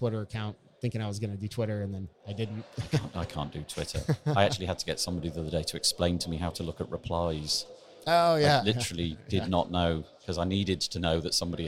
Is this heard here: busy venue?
yes